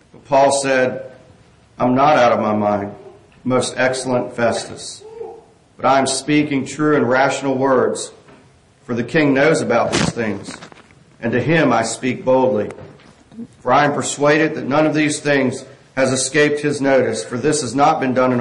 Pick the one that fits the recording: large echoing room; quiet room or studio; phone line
large echoing room